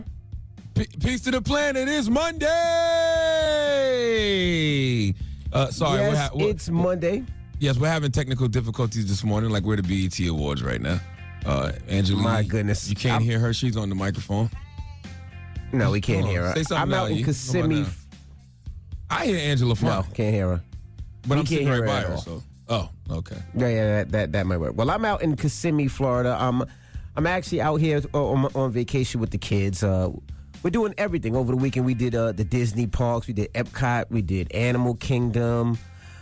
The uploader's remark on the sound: open up the phone lines for listeners to comment